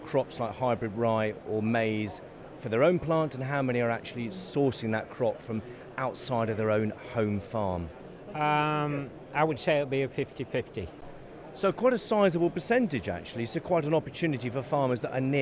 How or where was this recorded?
busy venue